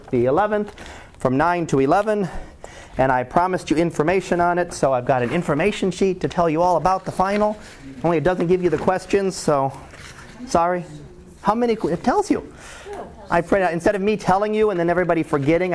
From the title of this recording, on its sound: Live Class Lecture